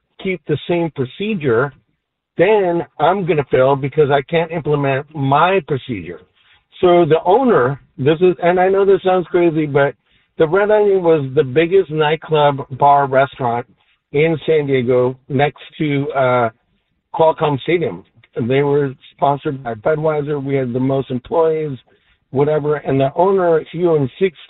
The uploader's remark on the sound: Phone calls about the state of the Padres.